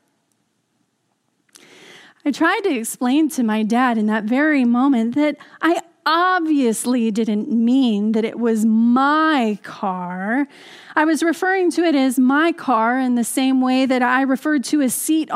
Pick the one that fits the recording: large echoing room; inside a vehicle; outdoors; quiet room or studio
large echoing room